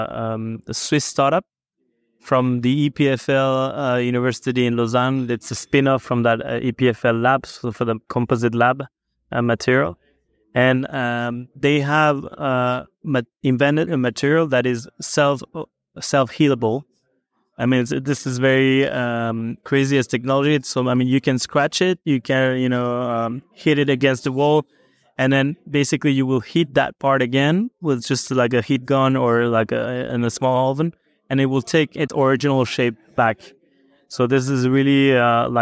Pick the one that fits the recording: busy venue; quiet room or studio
busy venue